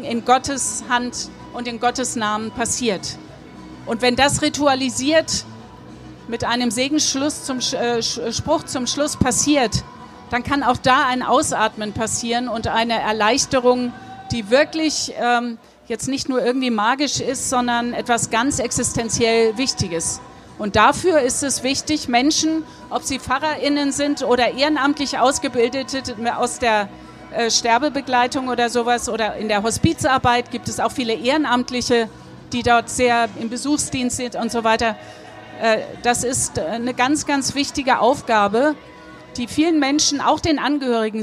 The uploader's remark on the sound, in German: spricht live am Nürnberger Kirchentag